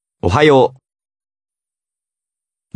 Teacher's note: letter う lengthens the preceding O sound